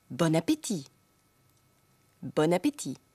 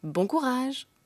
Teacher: Beginnt das folgende Wort mit einem Vokal, spricht man nicht bon, sondern die entnasalierte Form bon. · Shown in: first take